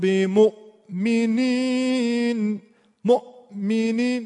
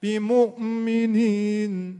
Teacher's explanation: حرف ساکنو یک کمی زودتر میگن، بعد سریع میندازن حرف بعدی رو میکشن جلو · Shown in: second take · میکشن جلو و این مقداری از حق حرف ساکن اختلاس میکنن، میزنن و حرف بعدی رو یک کمی بهش میدن و این وسط میگن فرار از ثقل سکون اتفاق میفته.